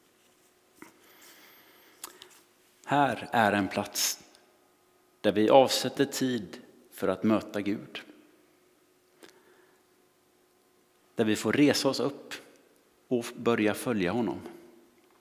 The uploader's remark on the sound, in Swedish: Inspelning från Immanuelskyrkan Skövde.